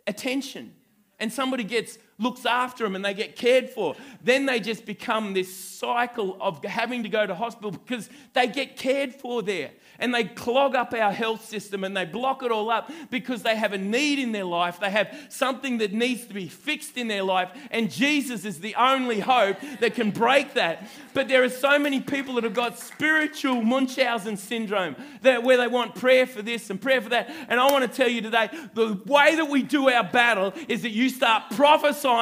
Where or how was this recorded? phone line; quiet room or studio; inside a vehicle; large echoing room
large echoing room